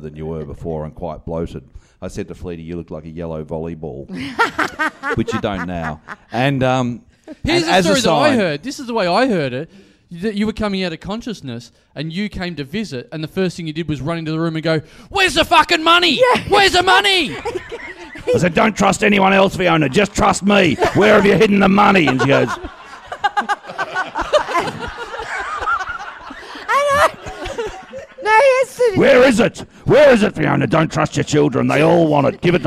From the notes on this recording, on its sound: Recorded LIVE at the European Bier Cafe on September 5, 2015.